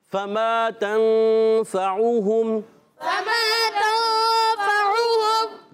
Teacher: اچھا اب عین پر جو ہے ہونٹ گول ہو جائیں گے، عین ادا ہوتا ہے الگ کے درمیان والے حصے سے، عین پر ہونٹ گول ہو جائیں گے